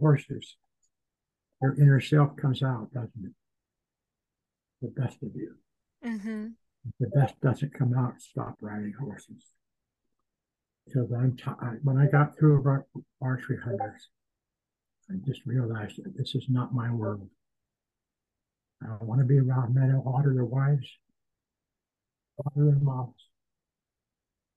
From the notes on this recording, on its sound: Please be patient with some audio difficulties on this episode.